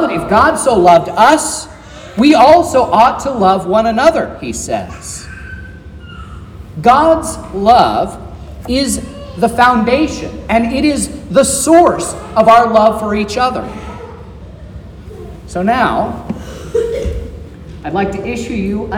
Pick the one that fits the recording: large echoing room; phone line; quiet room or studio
large echoing room